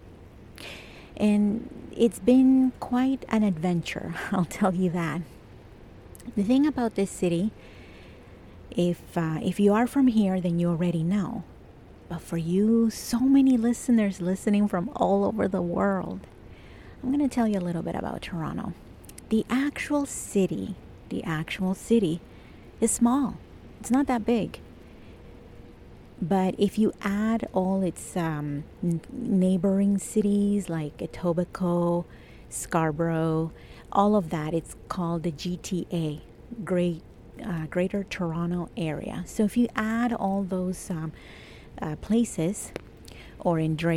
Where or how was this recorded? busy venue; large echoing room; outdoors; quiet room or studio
outdoors